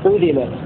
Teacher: قرأ نافع وعاصم وأبو عمرو بضم الهمزة